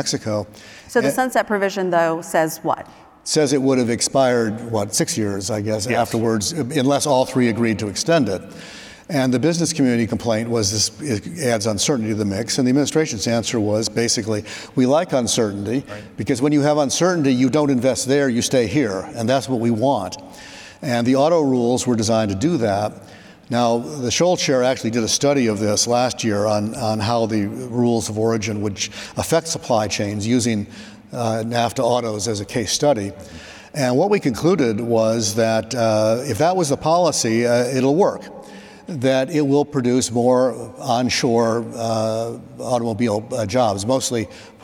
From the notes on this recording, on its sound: Trade Guys on the Road: RILA Supply Chain Conference Edition. Live from the Retail Industry Leaders Association Supply Chain Conference in Dallas, Texas.